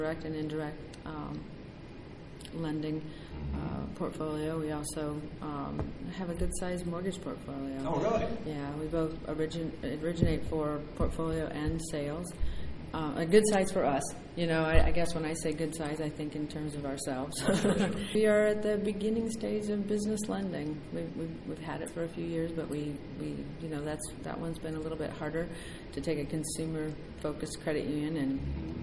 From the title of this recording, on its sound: Live from Finastra Community Markets